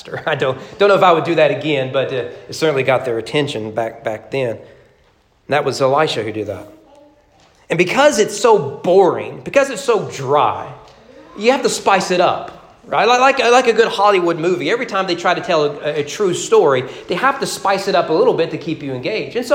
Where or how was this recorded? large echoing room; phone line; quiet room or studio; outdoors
large echoing room